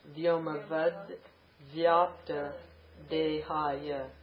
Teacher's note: Now, also the duh, the actual affix is but, ta, and that ta becomes duh because followed by a soft consonant